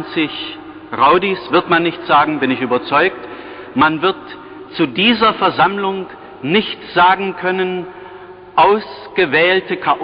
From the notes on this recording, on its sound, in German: Eine historische Aufnahme. Eine der Kirchen war die ehemalige Hofkirche, die Kathedrale des Bistums Dresden-Meißen. In der Sakristei der Hofkirche wurde damals auf BASF-Musikkassetten ein Audio-Mitschnitt dieser Veranstaltung angefertigt.